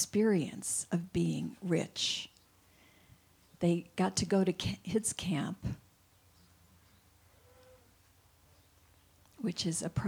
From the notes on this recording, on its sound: This week only, we are broadcasting LIVE from the Hayshed, an outdoor venue in Bend. We’ll have our regular Sunday Service, with special guest musicians.